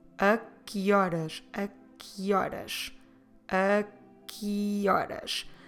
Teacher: I'm putting the que and horas together with the E sound in the middle